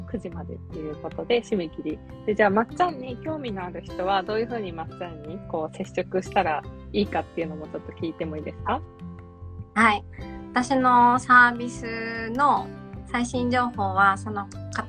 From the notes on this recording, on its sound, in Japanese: インスタライブでインタビューした内容を録音